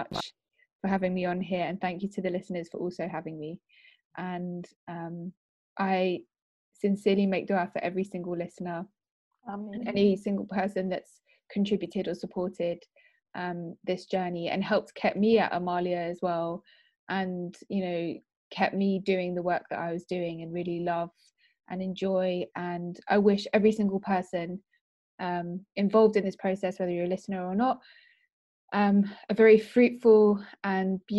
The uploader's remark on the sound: The girls sit down together at the virtual roundtable one last time.